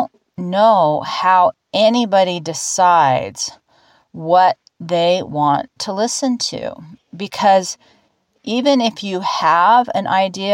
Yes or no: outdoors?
yes